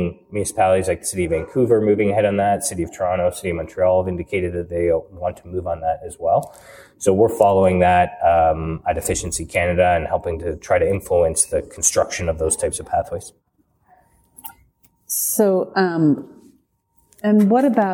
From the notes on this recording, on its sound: In this special bonus episode recorded at the Passive House Canada Conference.